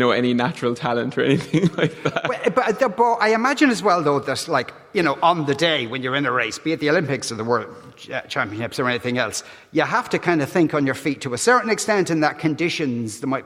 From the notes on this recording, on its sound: LIVE in the Triskel Arts Centre in Cork today